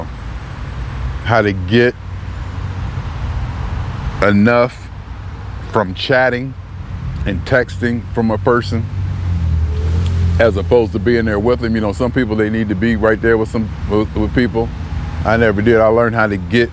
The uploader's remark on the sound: Me Walking Talking June 25, 2021: doing it in New Haven, CT